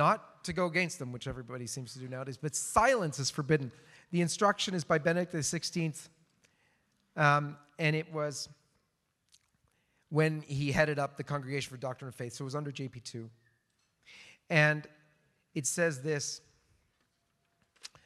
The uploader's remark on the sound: delivered the keynote speech at the Coalition for Canceled Priests' second annual canceled priests event.